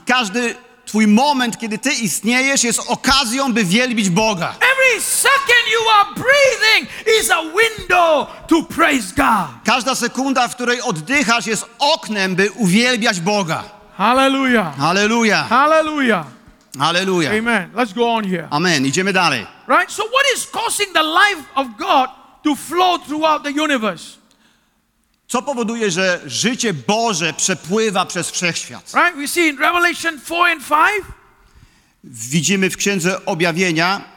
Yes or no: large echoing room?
yes